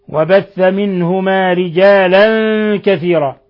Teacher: تنوين فتح جاء بعدها الكاف إخفاء حقيقي